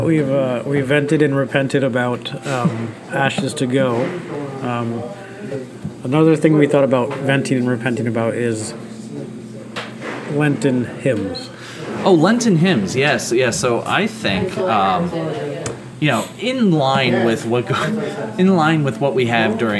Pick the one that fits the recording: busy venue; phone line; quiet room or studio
busy venue